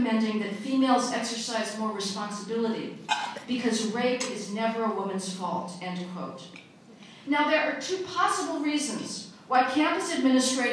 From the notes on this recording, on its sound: Audio from a speech delivered at the Federalist Society's 2014 National Lawyers Convention